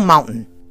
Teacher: most people go mountain. Like we swallow the T.